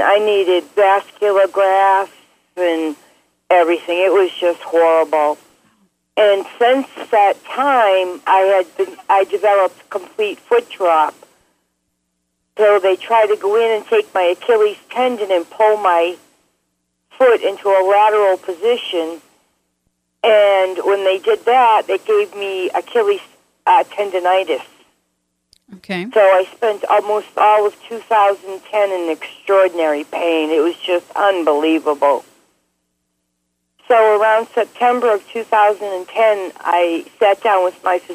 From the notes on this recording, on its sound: Community Conference Call January 2011. This episode of the Community Voice Podcast is the recording for our first gspn.tv Community Conference Call for 2011.